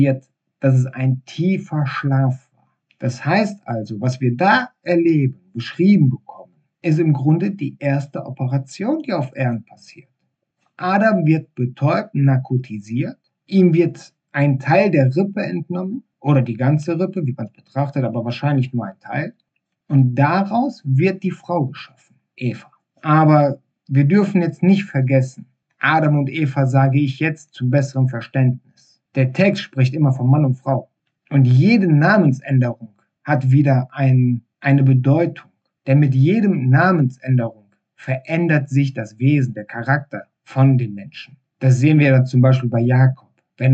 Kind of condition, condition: fault, poor sound quality